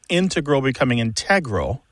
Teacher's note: And generally, in all of the English dialects, words that have previously been stressed on the first syllable are becoming stressed on the second syllable